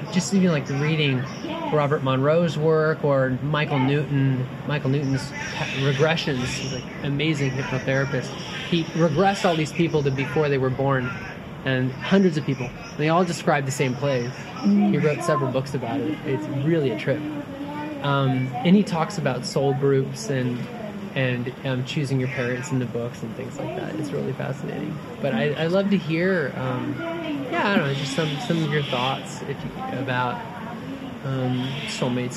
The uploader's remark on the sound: Spontaneously recorded at Carlsmith Beach Park on the Big Island of Hawaii in 2021. Yes, there was some background sound, but I did my best to improve the audio.